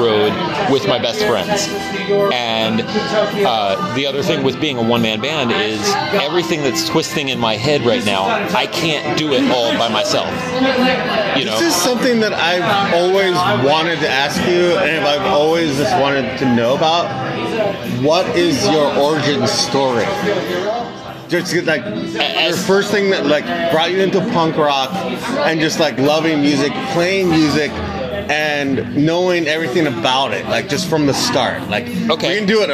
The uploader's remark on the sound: live at The Tower